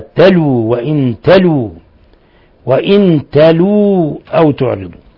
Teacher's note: قرأ ابن عامر وحمزة بضم اللام وإسكان الواو بعدها